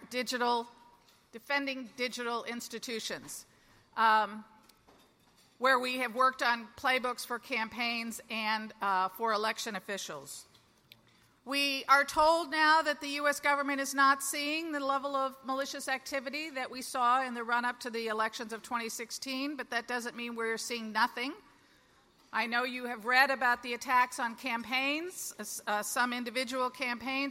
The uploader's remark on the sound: LIVE at the Annual Conference